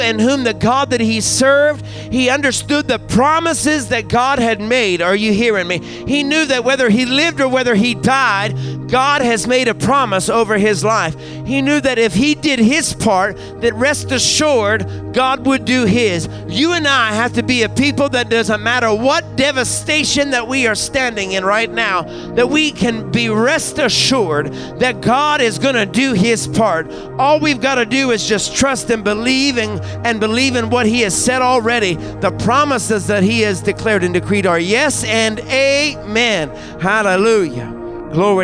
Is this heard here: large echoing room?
yes